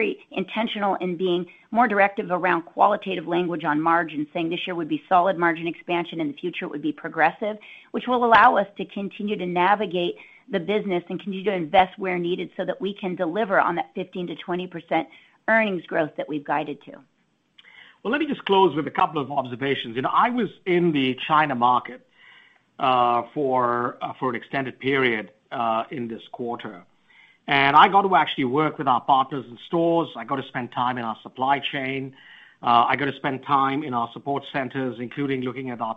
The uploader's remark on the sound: Q3 Fiscal Year 2023 Earnings Conference Call of Starbucks Corporation.